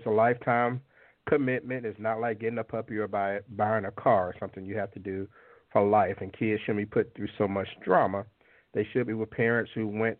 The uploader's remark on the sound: On tonight's live call-in show, I'll ask the callers the questions and they will decide the answers. The Talk 2 Q Radio Show.